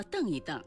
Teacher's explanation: 二读去声澄，使液体里的杂质沉下去叫澄，如这水太浑，要澄一澄才能用。黄澄澄属于叠词结构，那么黄澄澄的